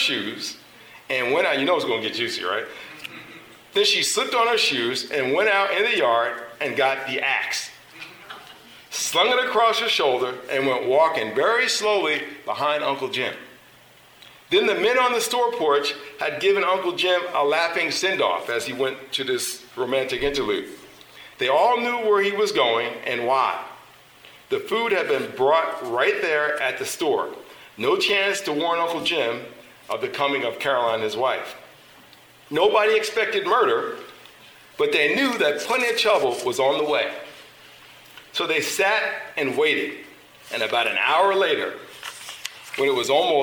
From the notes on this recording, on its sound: Recording of a lecture. Did at Harvard University.